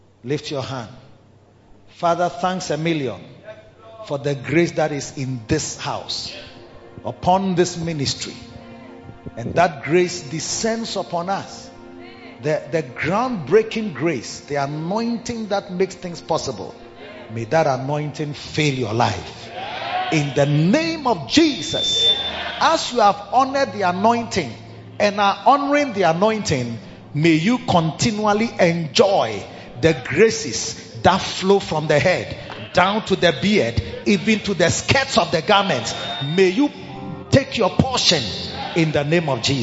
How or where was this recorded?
large echoing room